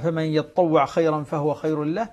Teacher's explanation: يقرأها حمزة والكسائي بالياء المفتوحة والطاء المشددة المفتوحة والعين المجزومة